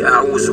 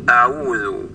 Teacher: انتبه للهمز التي في أول كلمة أعوذ، لا تفخمها، أخرج لسانك في الذال · Shown in: second take · ما نقولش أعوذ، إنما نقول أعوذ.